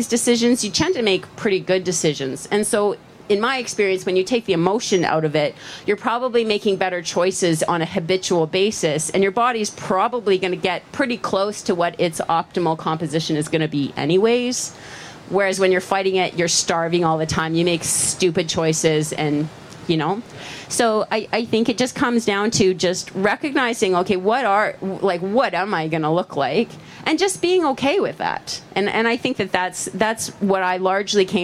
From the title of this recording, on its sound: Live from VinFast Ironman World Championship